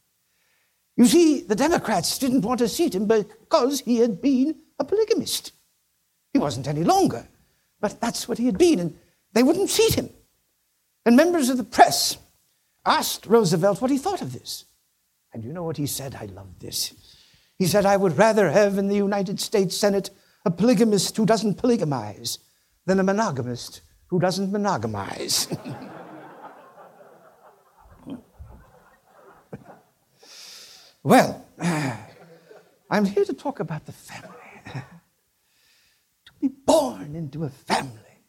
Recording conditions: live audience